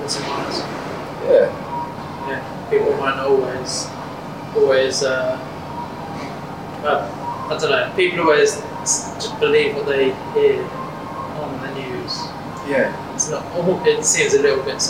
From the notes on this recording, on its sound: I thought I could fix the audio from anything but apparently I’m not as skilled as I thought. Editing it to the point I got it to was a mission. It’s been a wake up call that I need to get some proper recording equipment at some point.